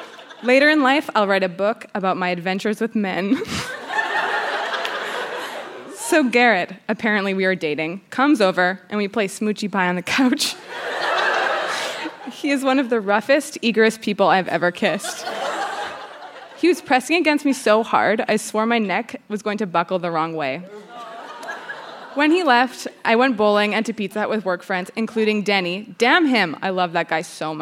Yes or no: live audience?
yes